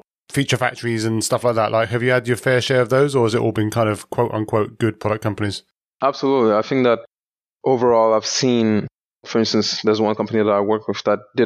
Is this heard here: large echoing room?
no